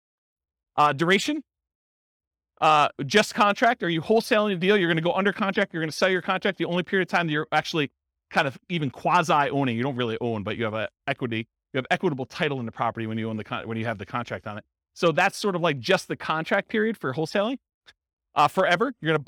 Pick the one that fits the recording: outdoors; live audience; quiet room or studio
live audience